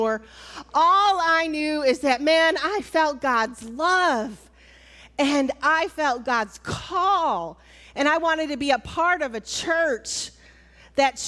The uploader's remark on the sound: Recorded at Altamont First United Methodist Church